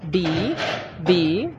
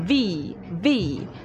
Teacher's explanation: Se juntan los labios. Luego con V, V, se junta los dientes superiores con el labio inferior.